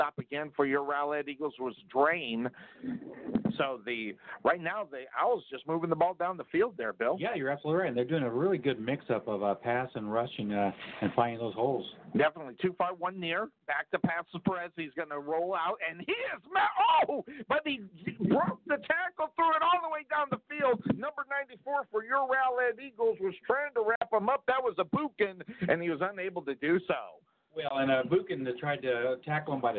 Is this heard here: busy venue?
yes